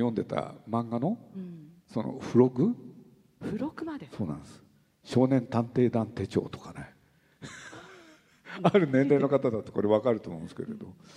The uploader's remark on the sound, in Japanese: 横浜市立図書館100周年記念講演会